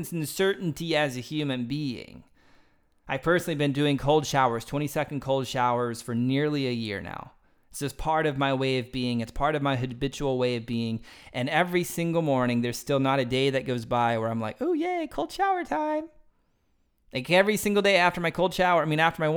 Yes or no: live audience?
no